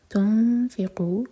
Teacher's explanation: اخفا کرتے وقت ہوٹوں کو پھیلائیں گے اور فا کے لیے زبان تیار کریں گے